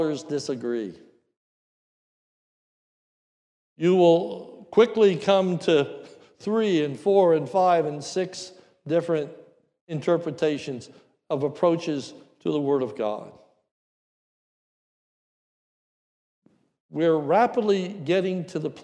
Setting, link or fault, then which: setting, large echoing room